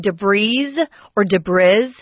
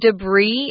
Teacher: It's pronounced debris. It's a French word. That's why we don't pronounce the S. · Shown in: second take